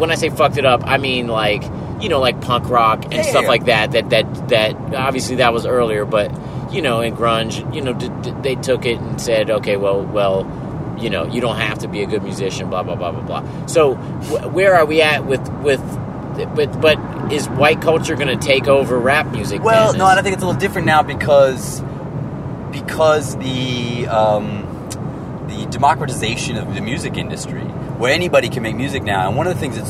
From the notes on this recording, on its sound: While on tour together in Florida, the three rappers take some time out of a drive.